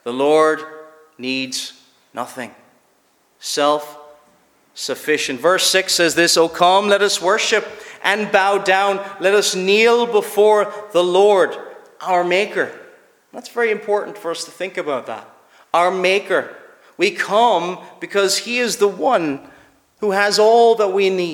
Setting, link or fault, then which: setting, large echoing room